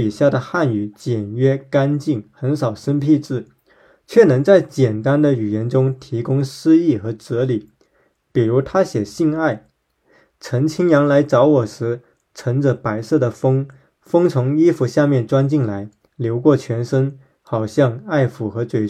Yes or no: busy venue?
no